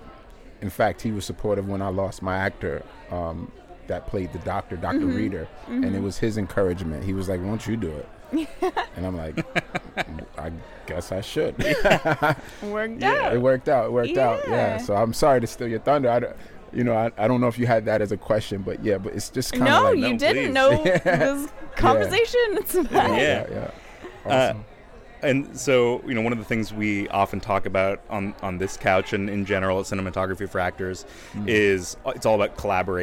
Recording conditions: busy venue